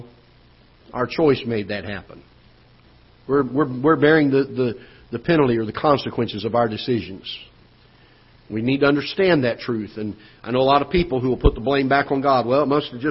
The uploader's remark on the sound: Ketha Heights Baptist Church ~ Live Broadcast